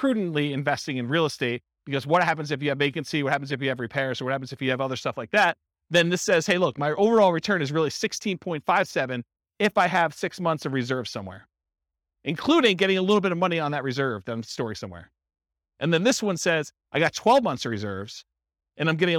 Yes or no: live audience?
yes